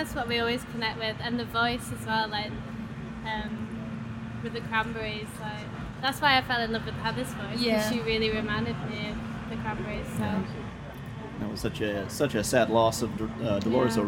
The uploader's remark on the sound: backstage at Lollapalooza